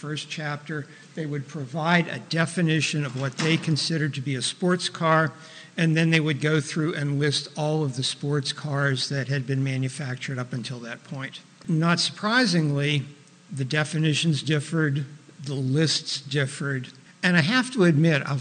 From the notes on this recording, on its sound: Was recorded in front of a live studio audience.